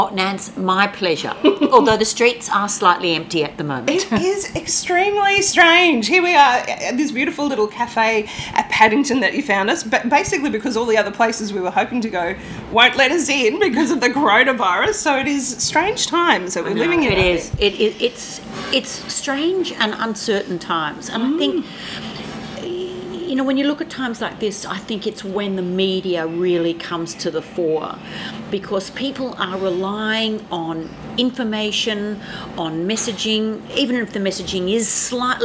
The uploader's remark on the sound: We did this interview at a cafe in Paddington, Sydney just as Coronavirus was starting to change the face of the city.